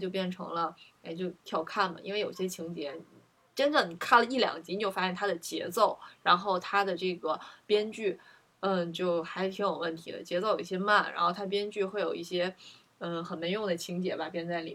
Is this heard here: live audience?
no